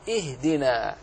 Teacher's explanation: كذلك إهدنا أخلص في ترقيق الهمزة وإظهار الهاء